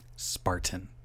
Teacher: Spartan without the T, that's a glottal stop.